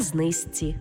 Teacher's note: Пишемо «жці», а вимовляємо «зці».